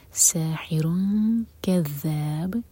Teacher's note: ساحر کذاب، اخفا کریں گے تو کیف کے لیے زبان تیار رکھیں گے. ساحر کذاب، اور یہ ذال ہے، زا کا ساؤنڈ نہ آئے، با پر قلقلہ ہوگا جب یہاں پر رکیں گے، با ساکن کریں گے.